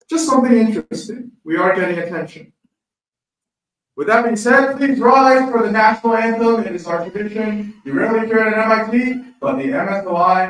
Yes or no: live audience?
yes